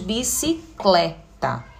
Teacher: a sílaba tônica vai ser o clé. Nós pronunciamos bicicleta.